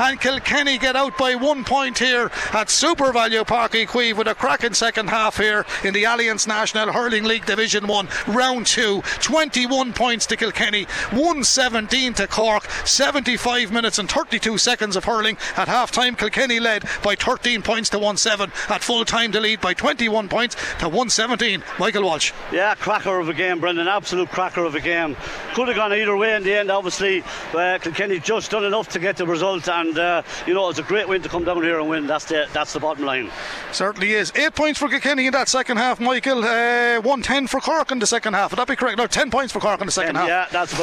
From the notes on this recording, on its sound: Hurling: Cork v Kilkenny, Allianz National Hurling League Division 1A Round 2. We’ll be live in Supervalu Páirc Uí Chaoimh for full live commentary.